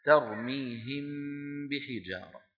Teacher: الحكم الثاني من أحكام الميم كما نرى على اللوحة: تخفى الميم الساكنة إذا أتى بعدها حرف واحد وهو الباء، نحو: ترميهم بحجارة. ترميهم الميم من الشفتين، بحجارة الباء من فين؟ أيضا من الشفتين